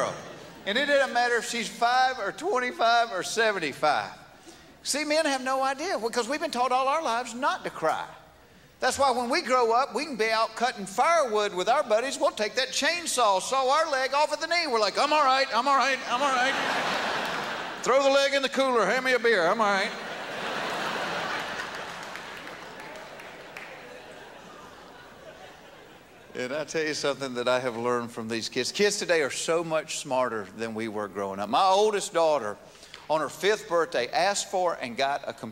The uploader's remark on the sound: at the 2001 Just for Laughs Festival in Montreal